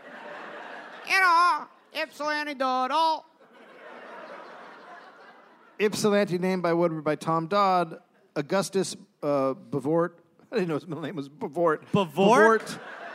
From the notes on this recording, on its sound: Recorded live in Michigan.